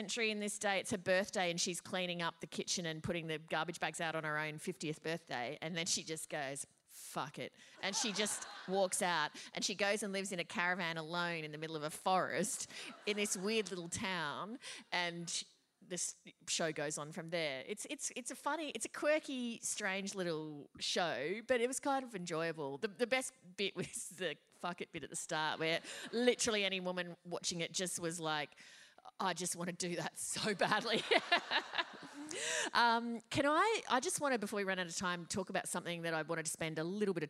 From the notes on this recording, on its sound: Live show recorded at The Theatre Royal, Hobart, Tasmania